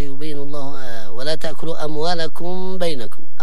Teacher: ولا تأكلوا أموالكم بينكم، الميم عند الباء إخفاء